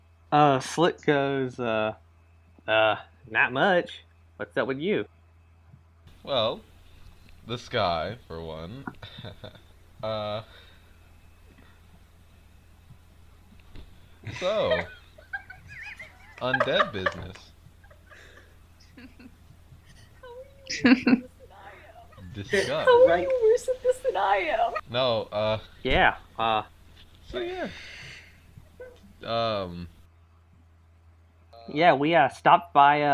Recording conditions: poor sound quality